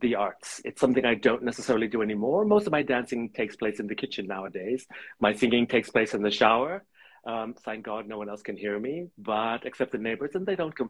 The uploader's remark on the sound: Recorded on 8 January 2022 on Instagram Live